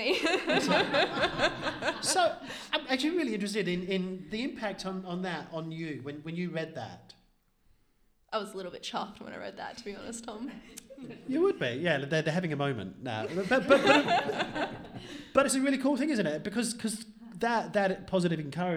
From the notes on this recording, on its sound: Travelled to various communities in Australia, to record multiple episodes of the Palaeo Jam podcast for National Science Week. Recorded in Naracoorte, South Australia, in front of a live audience.